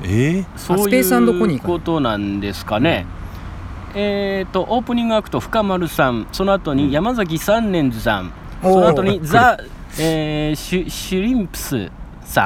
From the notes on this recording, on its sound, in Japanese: なかなか日程が取れず急遽スタジオ近くの公園で収録敢行…否、夕刻の風が気持ち良いので屋外ロケ敢行！な番外編。